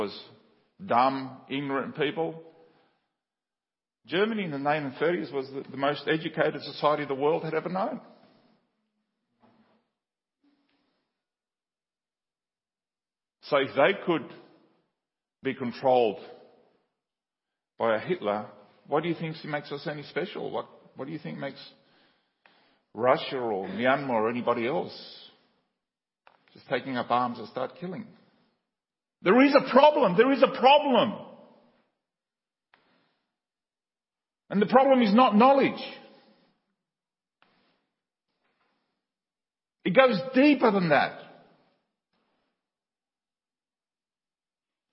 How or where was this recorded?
large echoing room